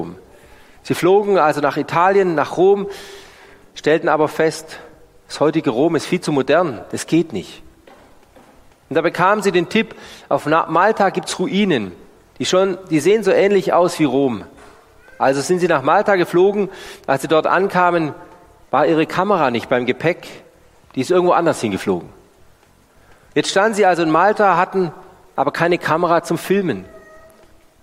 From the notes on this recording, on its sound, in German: Die Predigt aus dem Gottesdienst